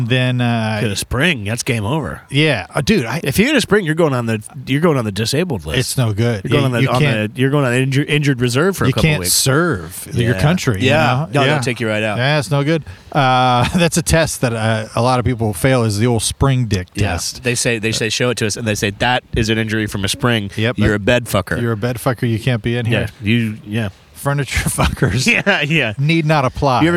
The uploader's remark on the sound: A solo episode with just the boys recorded cliffside in beautiful Isla Vista, CA.